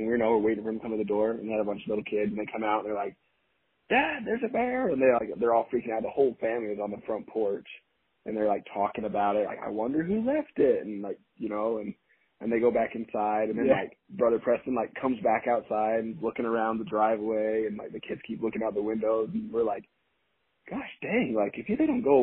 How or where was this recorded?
phone line